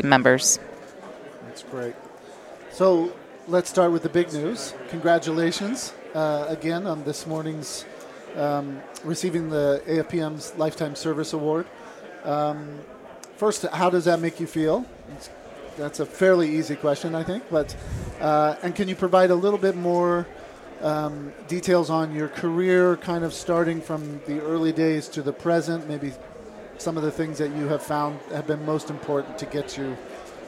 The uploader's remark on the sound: Live at AFPM